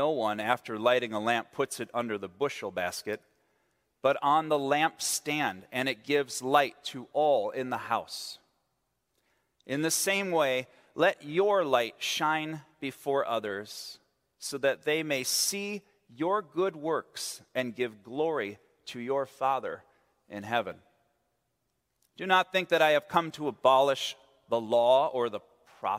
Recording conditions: large echoing room